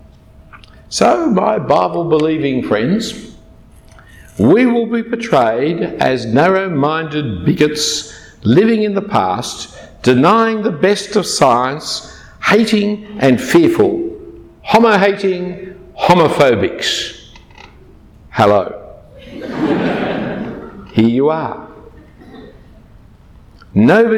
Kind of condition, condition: setting, live audience